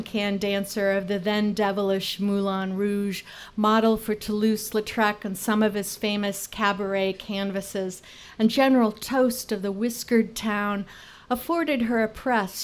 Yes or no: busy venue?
yes